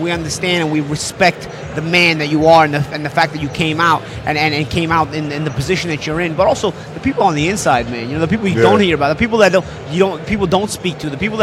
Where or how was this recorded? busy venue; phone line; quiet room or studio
busy venue